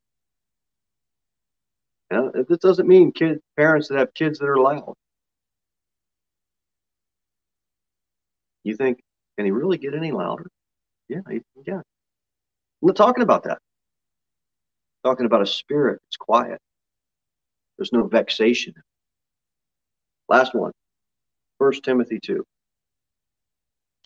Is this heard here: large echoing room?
yes